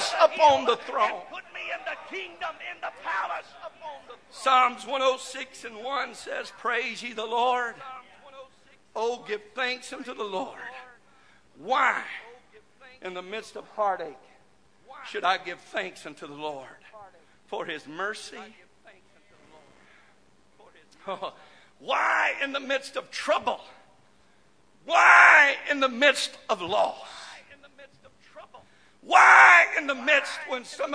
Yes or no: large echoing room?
yes